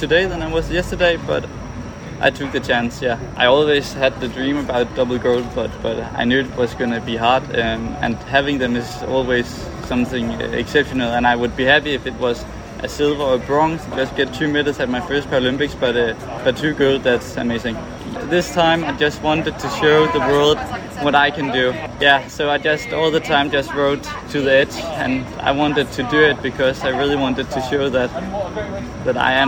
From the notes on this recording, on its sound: From Tokyo 2020. A brilliant & record breaking night of Freestyle competition at the Baji Koen Equestrian Centre.